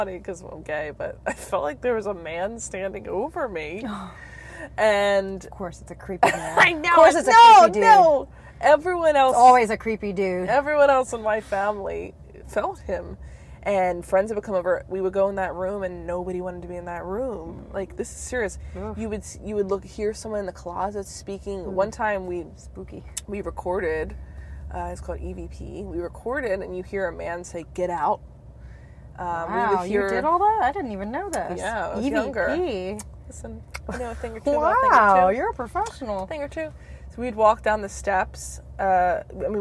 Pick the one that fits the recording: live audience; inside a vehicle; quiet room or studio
inside a vehicle